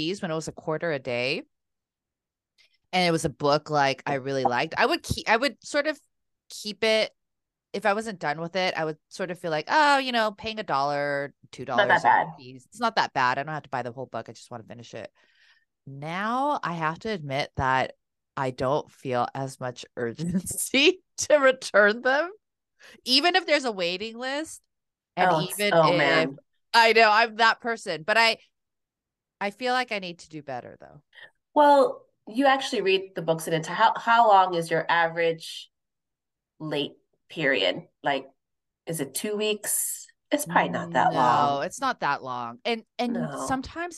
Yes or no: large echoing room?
no